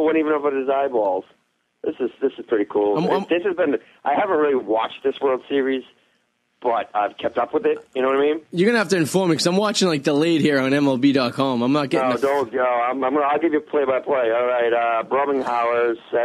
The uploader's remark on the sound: Calling in from the find city of Wakefield. Gets very worked up on the phone.